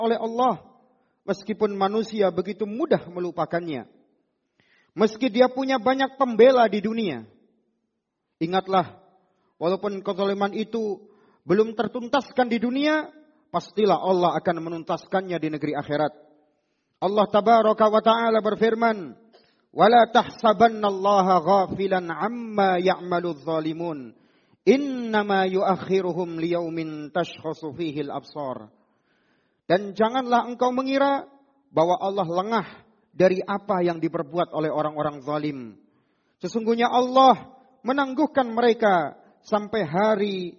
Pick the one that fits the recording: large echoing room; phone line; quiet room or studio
large echoing room